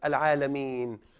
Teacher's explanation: إذن سنسمي هذا المد مد عارض للسكون، يعني مد بسبب وجود سكون، هذا السكون ليس أصليا، إذن يجوز لنا فيه أن نمد 2 و4 و6 ونسميه أيضا مدا جائزا.